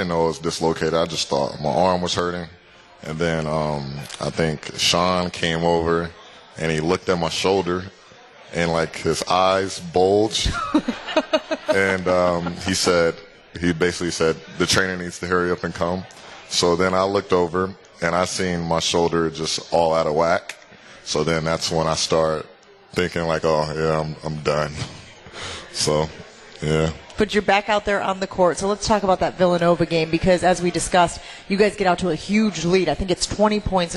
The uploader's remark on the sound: LIVE from MOTOR Bar & Restaurant